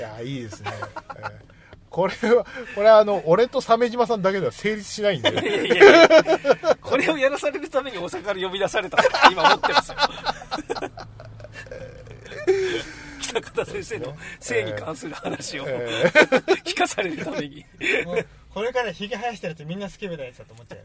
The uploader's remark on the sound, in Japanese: 南千住某セブンイレブンの駐車場スタジオで車中収録でした！